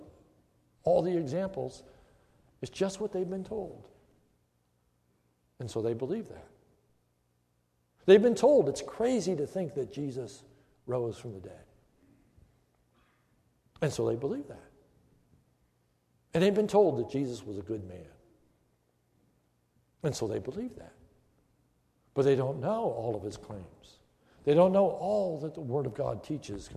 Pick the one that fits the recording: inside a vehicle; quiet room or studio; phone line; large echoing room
large echoing room